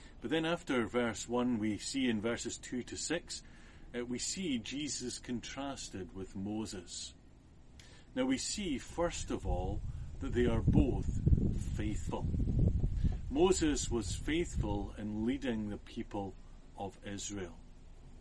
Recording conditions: wind noise